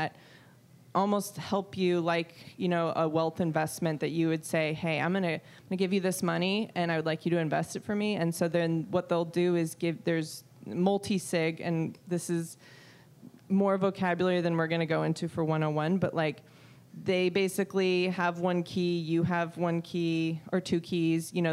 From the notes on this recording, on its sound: Live from Pubkey NYC!